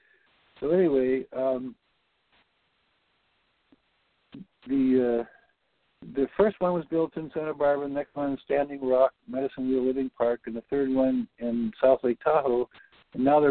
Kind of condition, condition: link, phone line